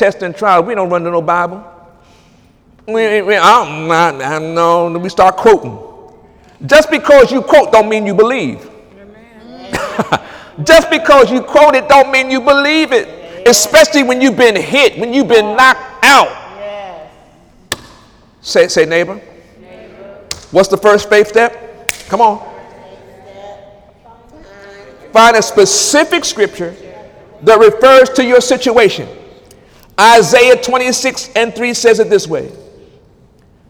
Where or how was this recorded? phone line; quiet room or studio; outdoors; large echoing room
large echoing room